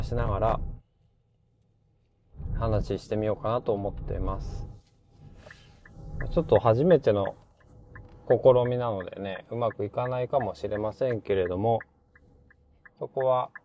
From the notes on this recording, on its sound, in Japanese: 試しに帰りの車の中で収録